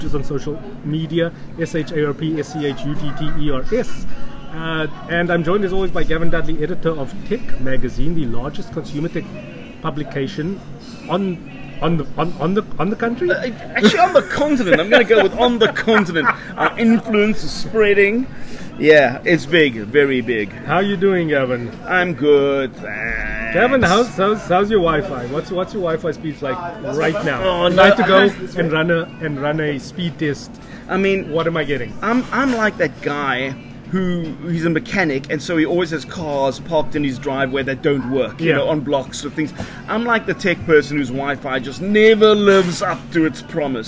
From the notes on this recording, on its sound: Cincinnati Spur, Howard Centre, Pinelands. Mixed on LG G7 ThinQ Recorded on iPad Mini 5 + Boya shotgun mic.